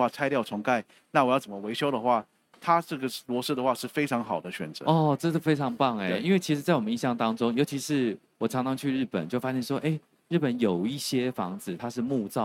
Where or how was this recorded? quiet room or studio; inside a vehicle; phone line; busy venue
busy venue